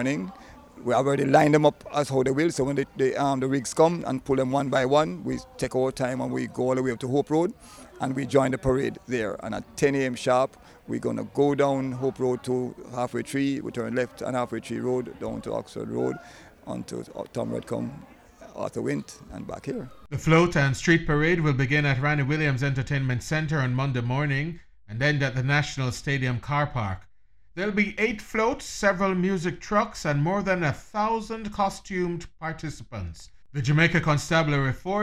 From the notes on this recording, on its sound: we’re back stage at the Finals of the Jamaica Festival Song Competition